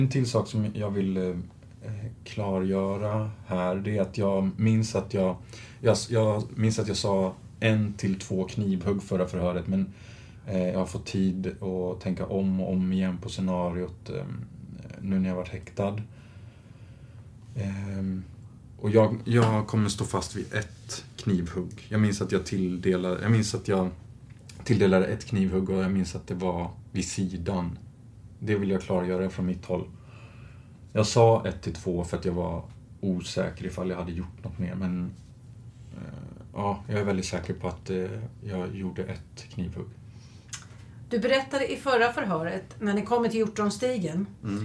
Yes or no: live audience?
no